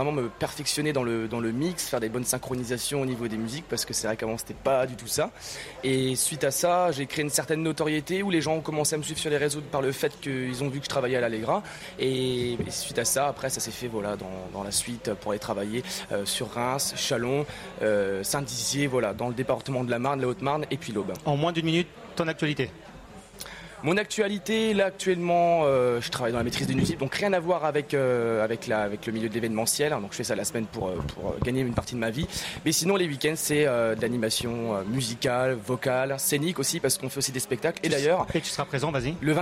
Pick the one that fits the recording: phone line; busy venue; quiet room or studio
busy venue